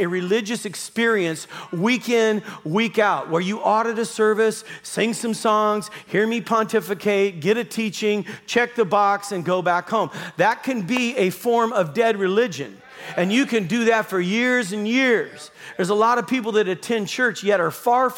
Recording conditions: large echoing room